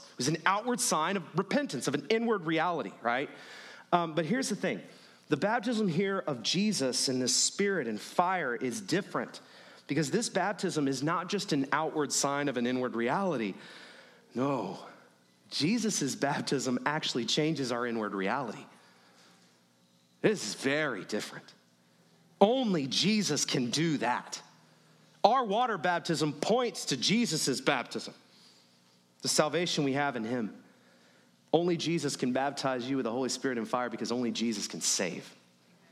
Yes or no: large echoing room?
yes